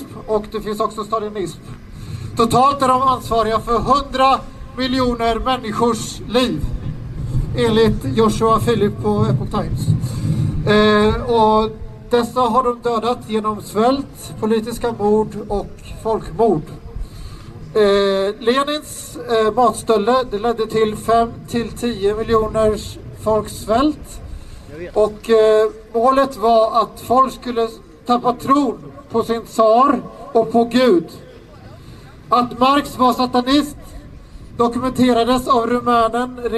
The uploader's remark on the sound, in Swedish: talar på Mynttorget 3 februari 2019